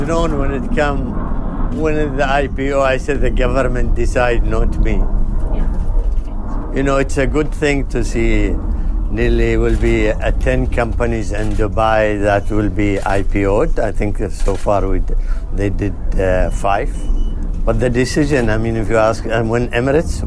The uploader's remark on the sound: We’re broadcasting live from DC Aviation Al Futtaim's VIP Terminal at Al Maktoum International Airport celebrating the company’s 10th anniversary during the week of the Dubai Airshow.